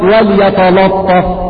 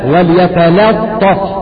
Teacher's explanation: ترقق اللام وتفخم الطاء · Shown in: second take